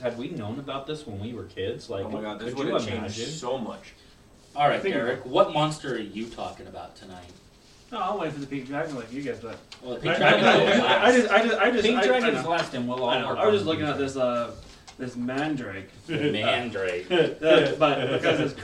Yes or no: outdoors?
no